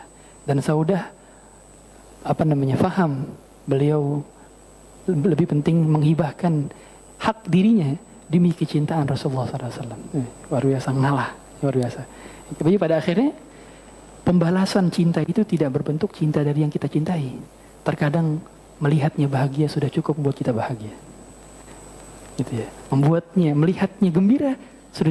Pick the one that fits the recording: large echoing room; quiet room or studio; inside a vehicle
large echoing room